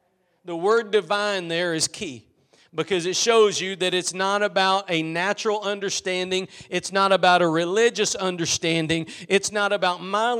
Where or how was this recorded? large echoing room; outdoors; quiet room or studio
large echoing room